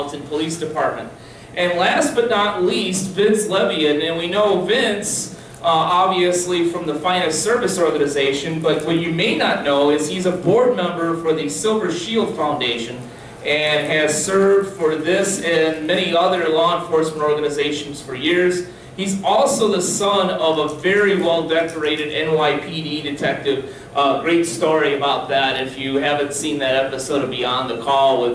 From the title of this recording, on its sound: On the Scene at the 16th Annual Police Officers’ CU Conference